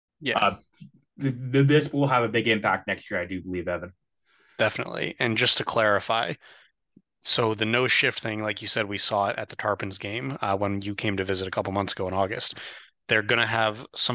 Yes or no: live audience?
no